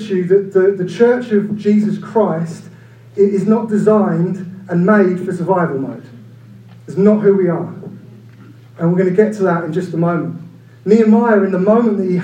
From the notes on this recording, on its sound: Due to technical difficulties this week we apologise for the reduced sound quality.